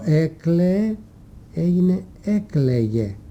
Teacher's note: Σε άλλες πάλι λέξεις αναπτύσσεται ένα γάμα εφωνικό ανάμεσα σε δυο φωνήεντα.